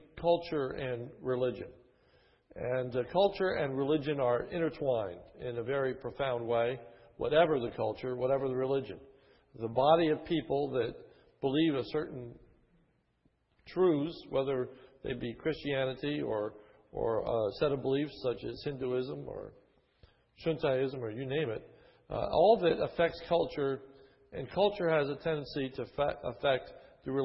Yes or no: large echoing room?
yes